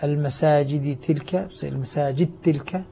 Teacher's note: إدغمنا الدال في التاء